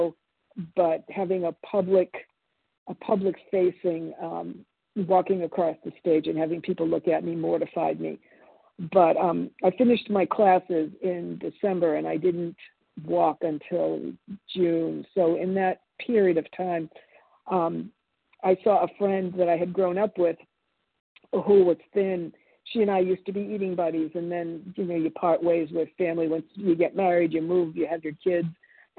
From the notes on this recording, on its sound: 100 Pounders Phone Meeting, 7/10/23.